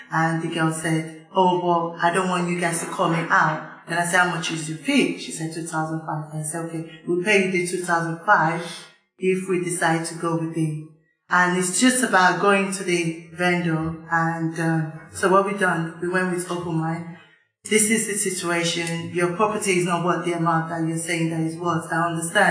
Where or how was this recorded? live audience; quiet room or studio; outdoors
live audience